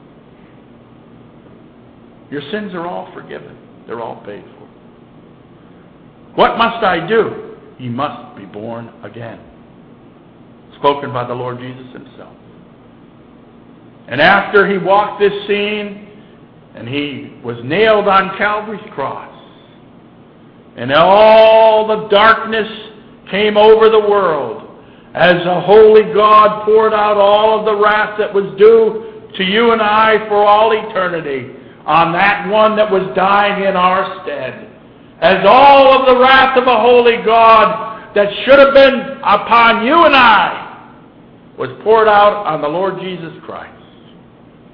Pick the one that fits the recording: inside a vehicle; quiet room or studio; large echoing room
large echoing room